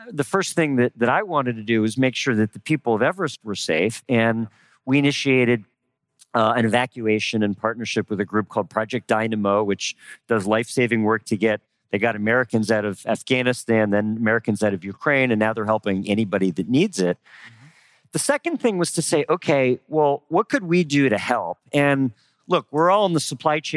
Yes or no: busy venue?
yes